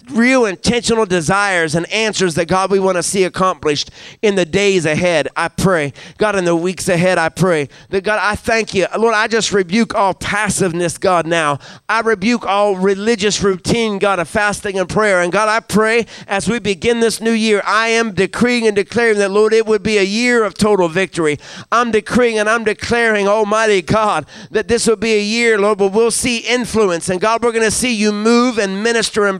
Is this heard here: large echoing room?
yes